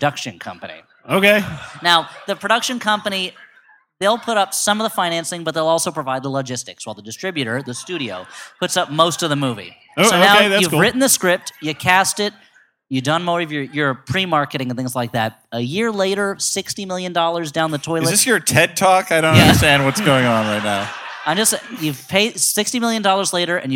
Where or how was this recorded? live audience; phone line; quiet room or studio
live audience